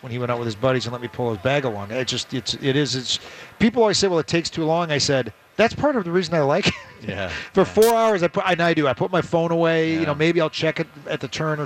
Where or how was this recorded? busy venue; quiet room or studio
busy venue